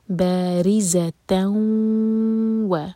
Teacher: ادغام غنہ کے ساتھ، تو میک شیور کہ ناک میں آواز جائے اور دو سیکنڈز کا ٹائم دیں